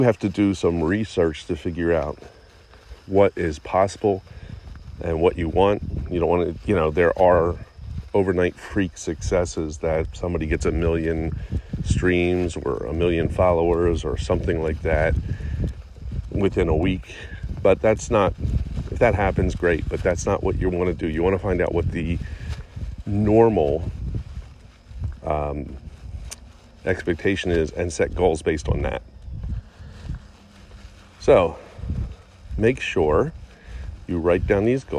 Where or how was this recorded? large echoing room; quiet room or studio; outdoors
outdoors